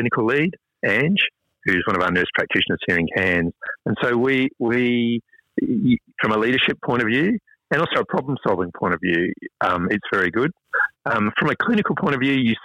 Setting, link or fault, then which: link, phone line